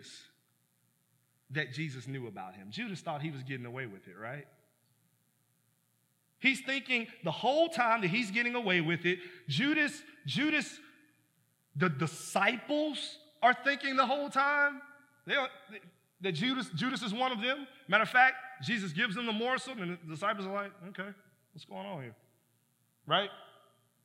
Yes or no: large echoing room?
yes